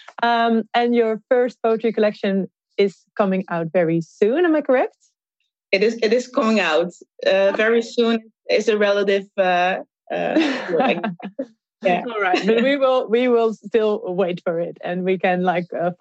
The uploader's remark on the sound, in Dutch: This conversation was recorded during an online event hosted by TivoliVredenburg in collaboration with publishing house Atlas Contact. Dit gesprek is opgenomen tijdens een online event dat werd gehost door TivoliVredenburg in samenwerking met AtlasContact op 1 maart 2021.